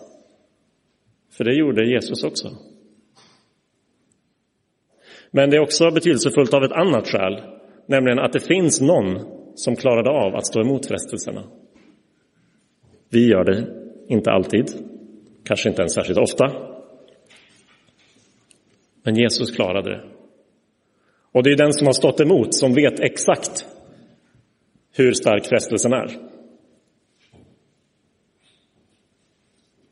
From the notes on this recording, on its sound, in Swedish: Inspelad i Roseniuskyrkan den 18 februari 2024.